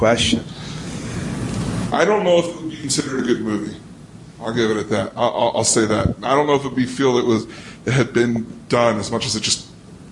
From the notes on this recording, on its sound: We had a chance to chat with an audience immediately following a screening of Jodorowsky's Dune.